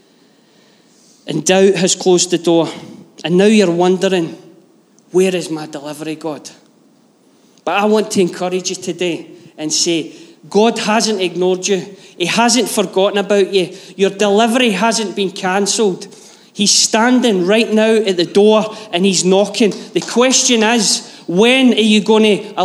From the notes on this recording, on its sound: Live from our Sunday gathering on 06/11/22